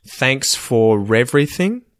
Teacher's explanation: There's no R there unless the next word begins with a vowel. So, that's when I would say for-ra, just to make it flow. · Term: R insertion